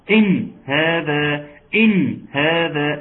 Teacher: نون ساكنة أتى بعدها حرف الهاء فيكون حكمها الإظهار ولازم تظهر · Term: إظهار حلقي